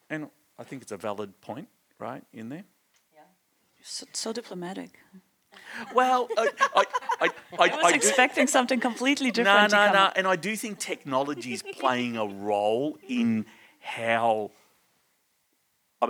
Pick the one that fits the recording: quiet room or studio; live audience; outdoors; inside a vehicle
live audience